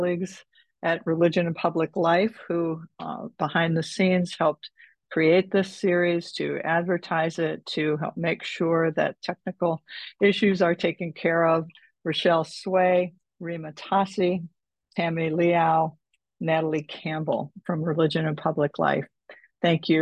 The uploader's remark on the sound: took place live on Zoom